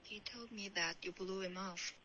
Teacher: 这个 you 不用突出，不用加重音